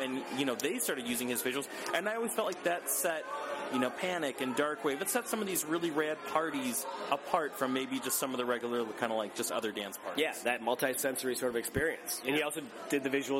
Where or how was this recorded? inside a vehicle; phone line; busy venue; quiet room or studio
busy venue